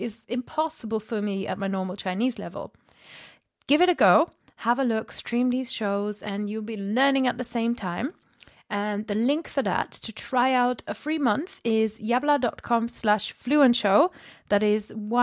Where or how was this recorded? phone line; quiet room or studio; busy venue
quiet room or studio